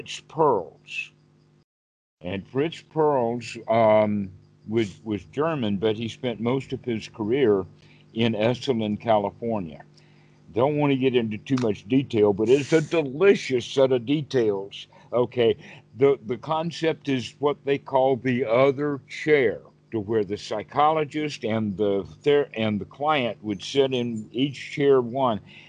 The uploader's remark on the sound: skype calls